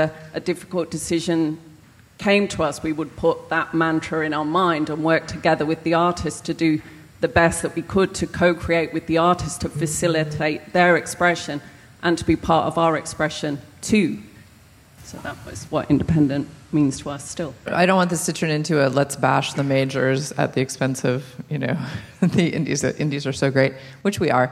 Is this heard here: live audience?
yes